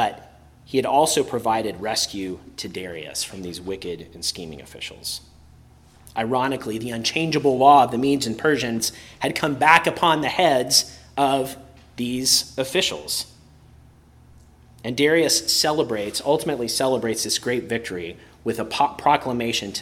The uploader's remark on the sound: preached at Christ Our Savior Baptist Church on Sunday, May 7, 2023